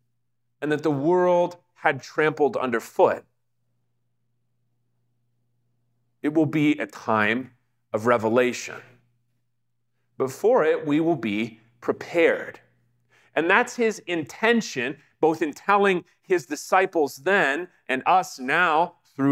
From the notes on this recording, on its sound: talk given at the Digital Catacombs Conference at Trinity Lutheran Church in Denver, Colorado.